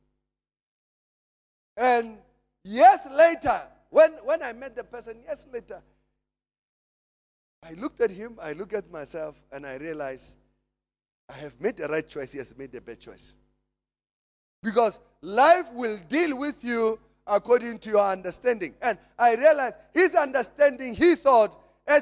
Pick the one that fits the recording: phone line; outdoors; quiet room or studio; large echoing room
large echoing room